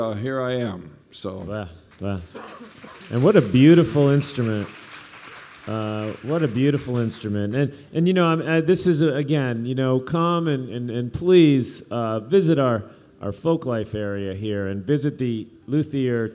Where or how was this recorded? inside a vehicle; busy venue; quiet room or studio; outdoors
busy venue